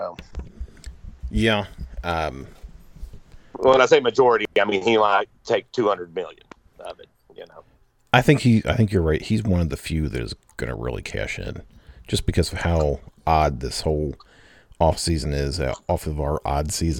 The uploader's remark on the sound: Audio and internet issues.